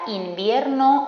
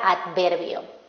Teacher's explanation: Si os fijáis, la N y la D las he marcado en rojo y justo después de ellas tenemos este sonido bilabial y se representa por una V